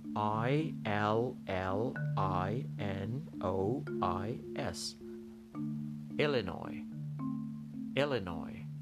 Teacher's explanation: اون اس آخرش تلفظ نمیشه سامت یا ساکت یا صدا نداره